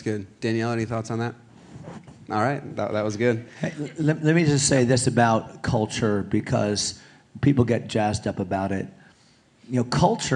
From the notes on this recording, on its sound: Panel Discussion at Rock Hill Conference.